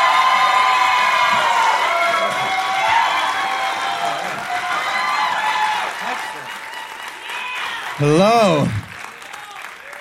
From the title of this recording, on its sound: Live from Virginia Beach